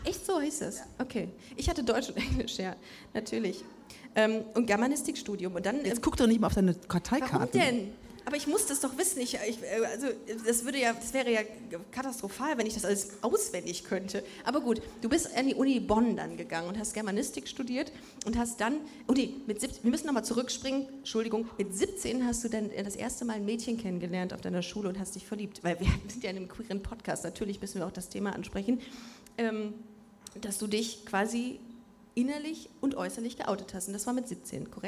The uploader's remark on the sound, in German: Busenfreundin LIVE im Rahmen des Cologne Comedy Festivals. In der Location Bogen 2 in Köln.